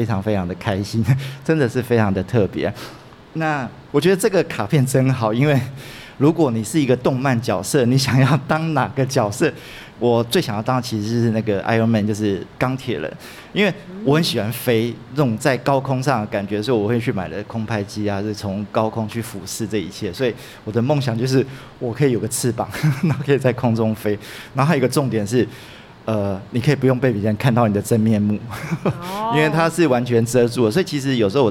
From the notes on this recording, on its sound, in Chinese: 文青100活動現場實況轉播。不過這集的節目有點空間音。這集我們直接邀請參加活動的大家一起錄音。